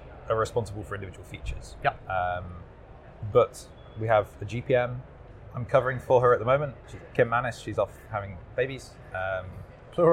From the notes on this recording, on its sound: Recorded at Microsoft Ignite in Orlando.